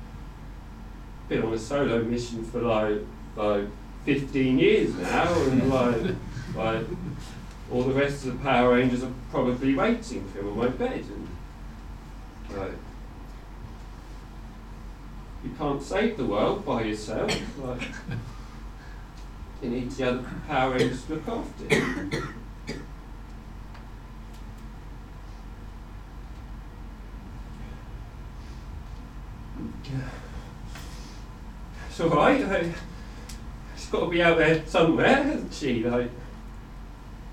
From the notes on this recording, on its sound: extracts from the live Stand Up Tragedy that happened at The Leicester Square Theatre on Monday 6th February 2012